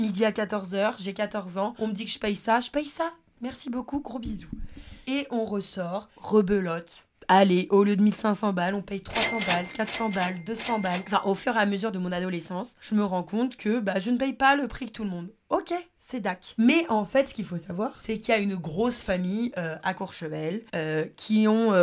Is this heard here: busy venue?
no